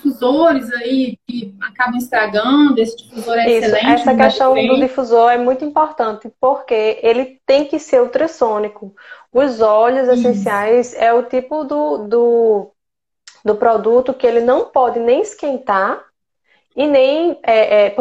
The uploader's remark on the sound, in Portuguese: gravado em Live no Instagram no dia 26-10-2020